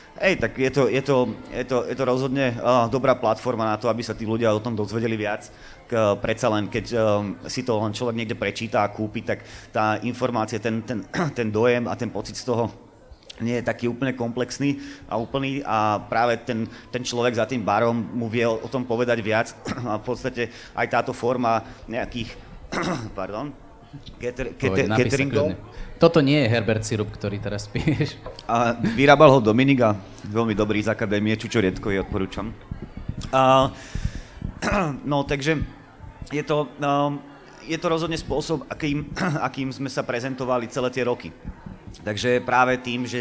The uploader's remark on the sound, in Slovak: vznikol na festivale Učiaca sa Trnava v októbri 2021